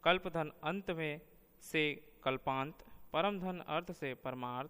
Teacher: आठवां, दीर्घीकरण, जहाँ दूसरे रूप ग्राम का संयोग होते ही पहले रूप ग्राम की ध्वनि दीर्घ हो जाती है, वहाँ दीर्घीकरण संबंधी रूप ध्वनि ग्रामीय परिवर्तन होता है।